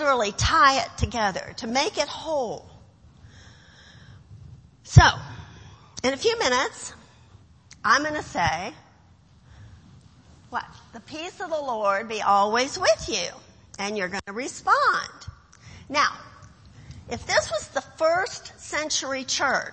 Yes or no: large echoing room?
yes